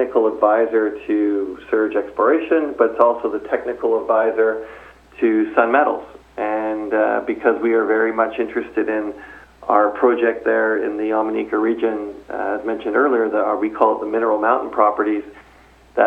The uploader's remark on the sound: called in to SmallCapVoice